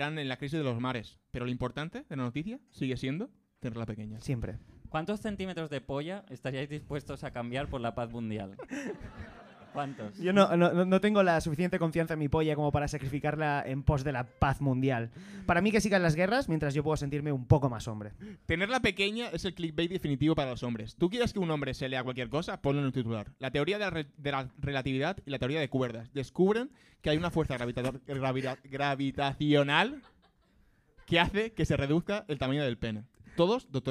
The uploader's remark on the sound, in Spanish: En Octubre llevamos a cabo un Live Show muy duro del cual solo se conserva la mitad.